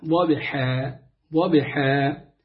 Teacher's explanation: الضاد ومفخمة وبعدين الباء مرققة